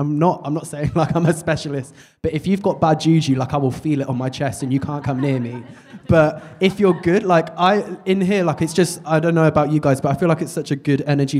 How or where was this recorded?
live audience